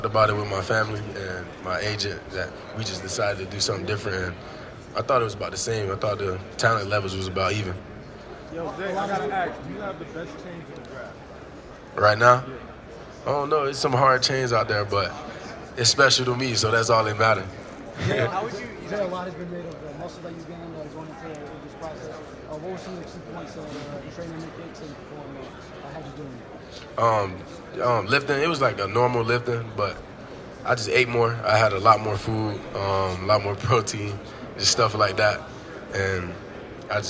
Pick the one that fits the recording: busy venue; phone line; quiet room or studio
busy venue